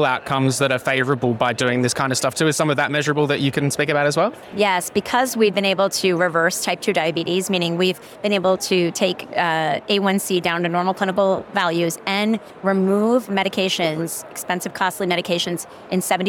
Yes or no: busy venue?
yes